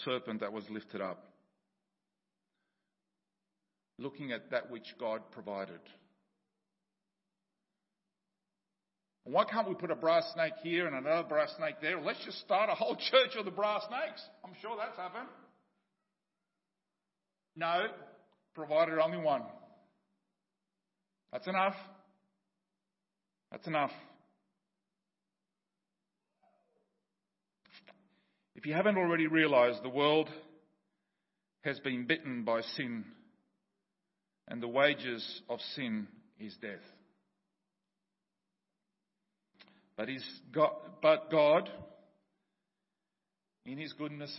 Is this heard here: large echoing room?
yes